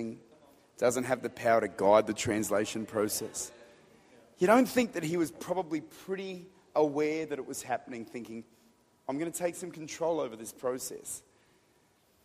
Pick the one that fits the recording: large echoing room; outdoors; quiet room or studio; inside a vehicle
large echoing room